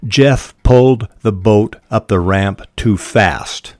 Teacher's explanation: If you repeat this sentence again and again, you'll sound like a metronome. Stressing pulled, boat, ramp, and fast, just like a metronome.